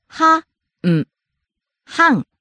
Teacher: Starts high, ends low.